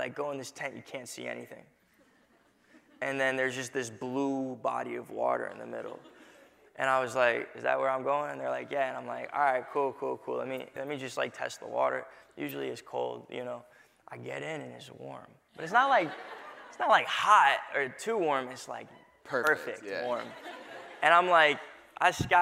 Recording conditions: live audience